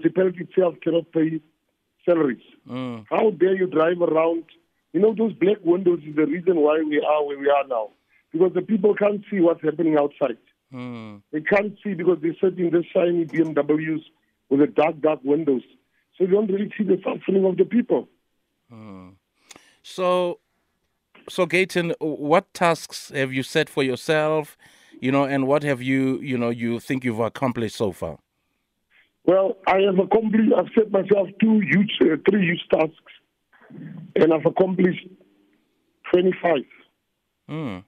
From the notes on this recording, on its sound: joins us on the line